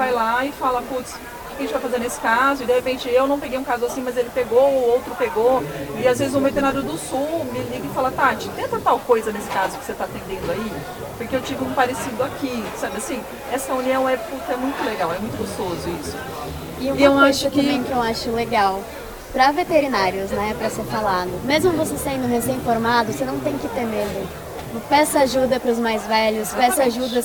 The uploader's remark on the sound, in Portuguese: episódio gravado durante o XVIII festival nacional do cavalo brasileiro de hipismo